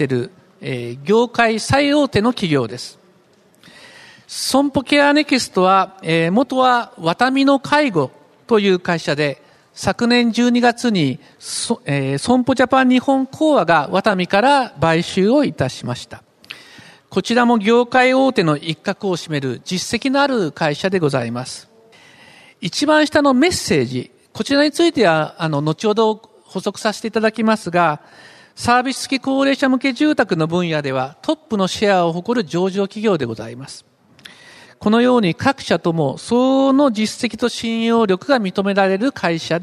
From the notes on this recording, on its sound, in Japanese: 東京証券取引所で開催した「J-REITファン2016」に登壇した。